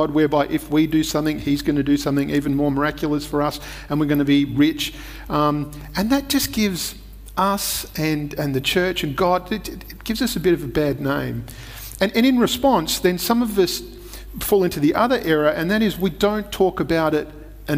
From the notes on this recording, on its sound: Recorded at Restore Church on August 8th, 2021